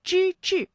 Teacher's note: 这两个字啊都是翘舌音，它们的声母都是之